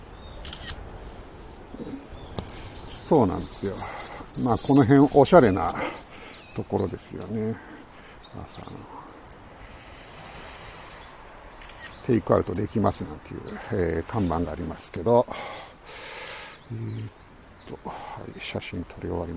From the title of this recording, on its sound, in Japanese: tokyo walk&eat radio LIVE 等々力渓谷さんぽ